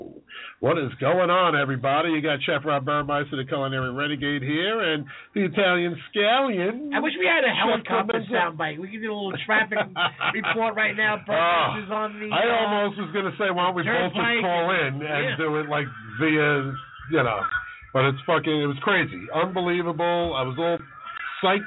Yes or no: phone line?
yes